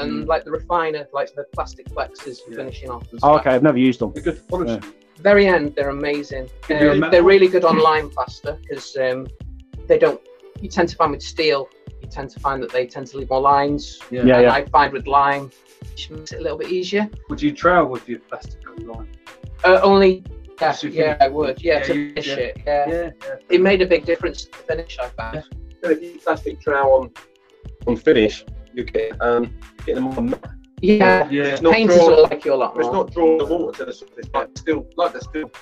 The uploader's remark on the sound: Streamed live from the Amber Rose pub in Edinburgh. Apologies the audio is not great guys wifi signal weak.